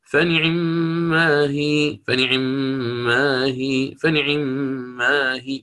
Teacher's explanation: فسنقرأ فنعمه فنعمه، والوجه الثاني باختلاسها، اختلاس الكسرة يعني، سنقول هنا فنعمه فنعمه فنعمه، أسرع في كسرة العين، أسرعوا في كسرة العين حتى أبين اختلاس حركتها